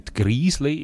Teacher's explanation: Also aus dem langen «ü» gibt es ein langes «i», wie bei den Basler übrigens so.